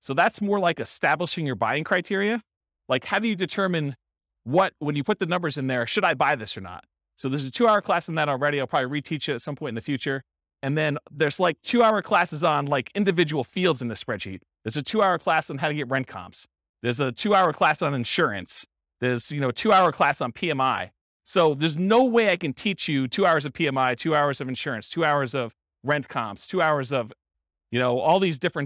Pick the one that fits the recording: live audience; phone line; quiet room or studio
live audience